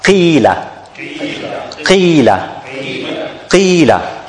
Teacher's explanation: And the minimum level of tafkhim when the ladder has kasra